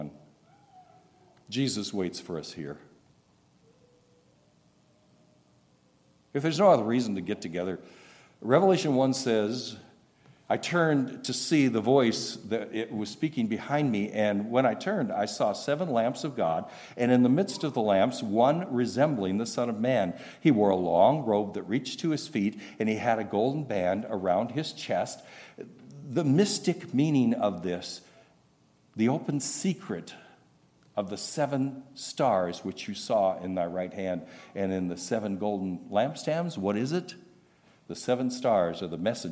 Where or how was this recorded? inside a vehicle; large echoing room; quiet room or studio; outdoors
large echoing room